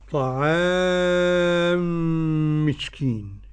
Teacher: أدغم الميم الأولى في الميم الثانية